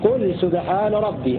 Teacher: بضم القاف وسكون اللام بدون ألف بينهما